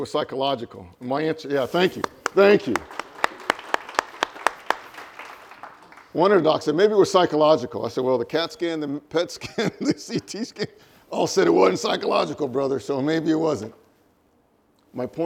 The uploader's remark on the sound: LIVE recording